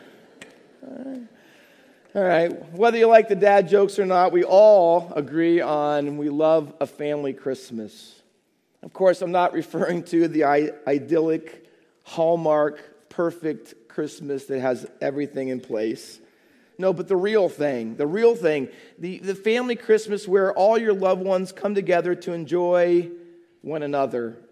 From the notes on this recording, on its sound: Faith Baptist Church in Hamilton, NJ.